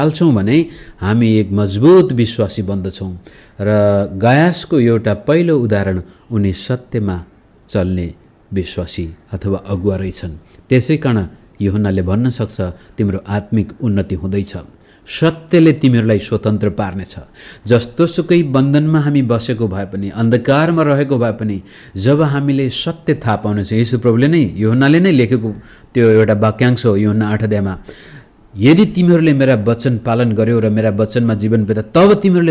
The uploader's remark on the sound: Message preached to Shanti Jeevan Church, Kathmandu, Nepal